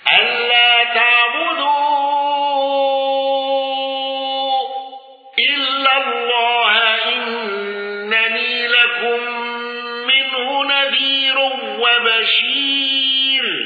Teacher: حمزة بالإشباع وترك الغنة